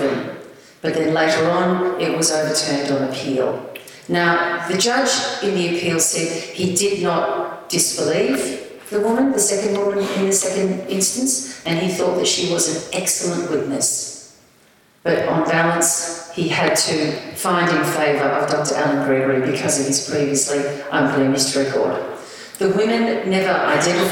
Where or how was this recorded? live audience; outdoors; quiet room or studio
live audience